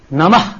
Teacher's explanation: the Nambudris say the very old style, namah. They will not say namaha. · Term: visarjaniya